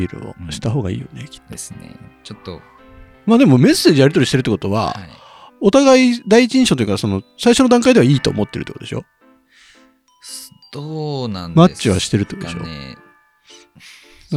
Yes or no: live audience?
no